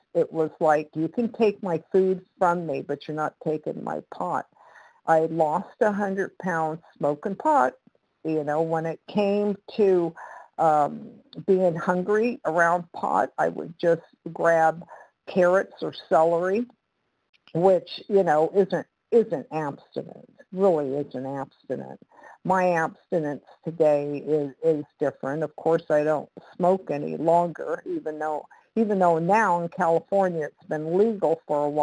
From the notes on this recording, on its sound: 100 Pounders Phone Meeting